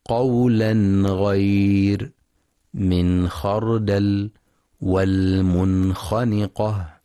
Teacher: دنيا عند الغين والخاء لأن مخرجهما من أدنى الحلق · Term: الإظهار